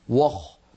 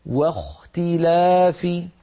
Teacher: بل نرقق الواو ونفخم الخاء هكذا · Shown in: second take